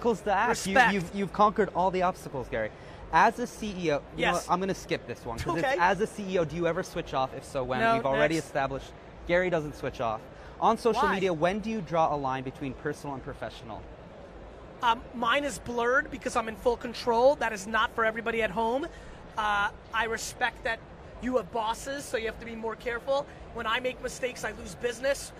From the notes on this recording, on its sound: live interview style chat with CNBC while at the RISE Conference in Hong Kong